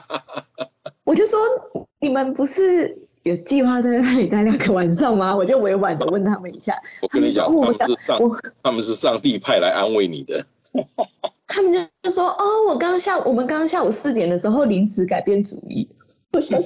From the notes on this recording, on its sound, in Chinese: 本集於住宿公共空間進行錄音，故會出現些許背景音，若影響收聽品質請見諒!